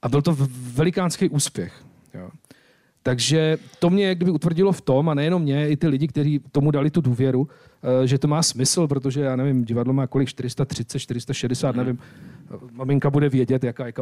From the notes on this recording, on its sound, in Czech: Debatní série TTalk zve ve spolupráci s Okresní hospodářskou komorou do Telegraphu zajímavé osobnosti ze světa byznysu, kultury a veřejného života. Hostem červencového TTalku, který se konečně mohl konat pod širým nebem v atriu.